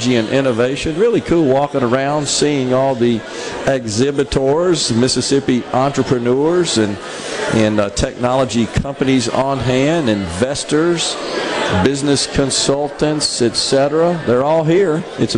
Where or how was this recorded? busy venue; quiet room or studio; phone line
busy venue